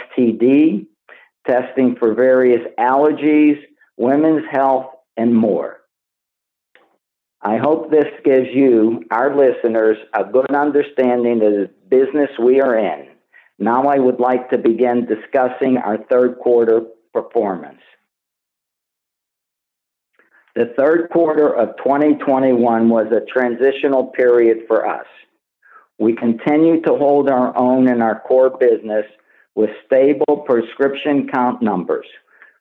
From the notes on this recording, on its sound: Progressive Care Shareholder Conference Call.